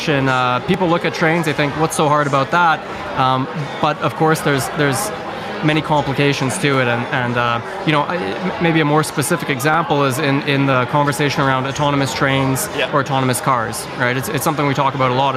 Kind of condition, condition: setting, busy venue